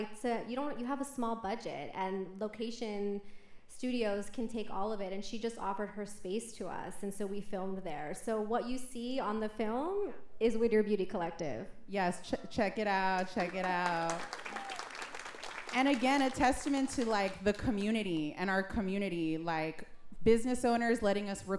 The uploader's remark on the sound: For My Cultura's Two Year Anniversary Live Show.